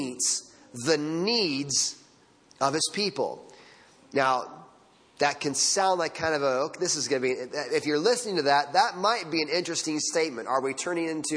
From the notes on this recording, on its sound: Sunday Morning Sermon Audio